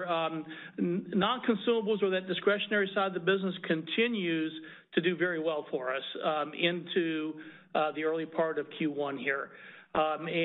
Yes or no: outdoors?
no